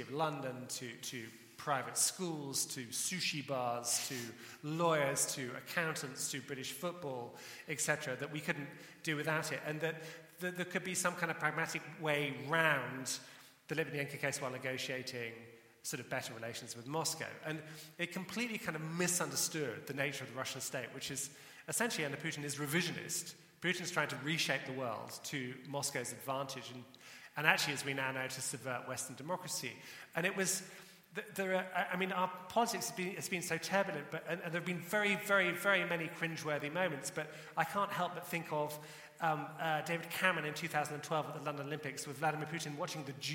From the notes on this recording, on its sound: Recorded at The Emmanuel Centre in London in September 2018.